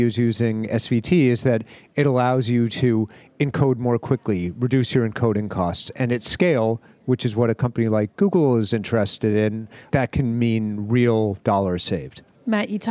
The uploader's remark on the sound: livecast interview from the Visual Cloud conference and IBC Show 2019, in Amsterdam, Netherlands